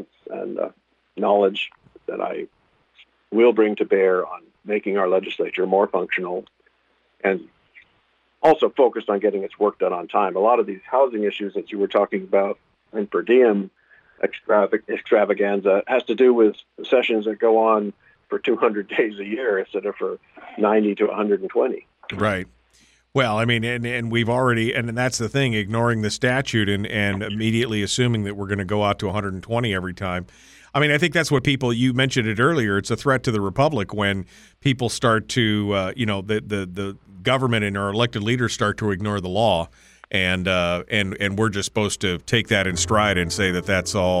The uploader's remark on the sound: We'll take some phone calls